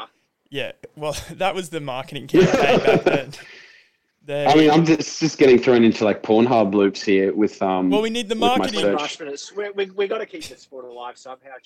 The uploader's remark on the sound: The audio on this one is not fantastic but we did the best we could with what we had.